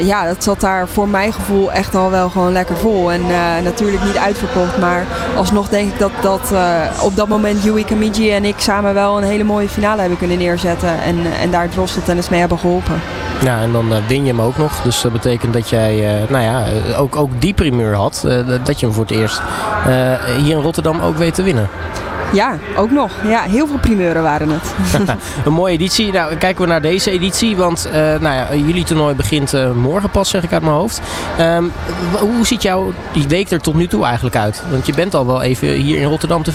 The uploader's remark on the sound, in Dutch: ALLsportsradio doet deze week dagelijks live-verslag vanaf het ABN AMRO Open.